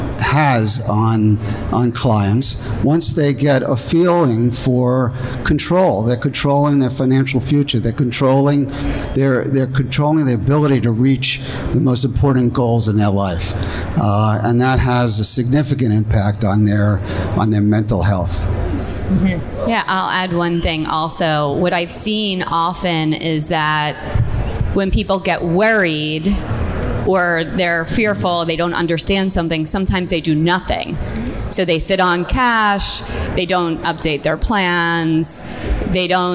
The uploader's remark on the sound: LIVE PODCAST (recorded 1.30.20) at the magical #metroburb, Bell Works of Holmdel, NJ